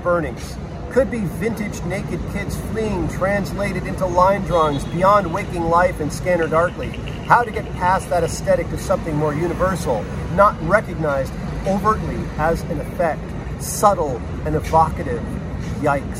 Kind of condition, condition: setting, outdoors